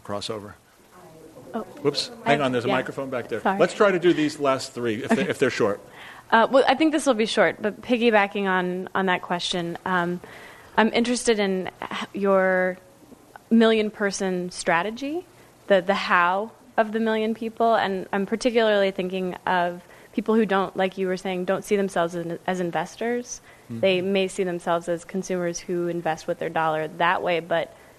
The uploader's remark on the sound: This program was recorded in front of a live audience at the Commonwealth Club of California on August 27, 2009.